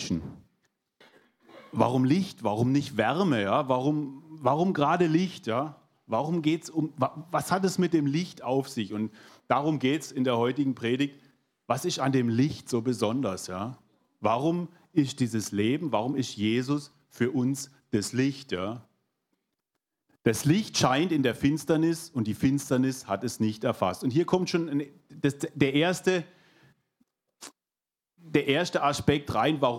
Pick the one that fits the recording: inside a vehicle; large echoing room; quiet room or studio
large echoing room